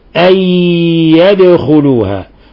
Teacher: نون ساكنة جاء بعدها حرف الياء ندغم من النون في الياء أي تصبح هكذا تقرأ أي يدخلوها.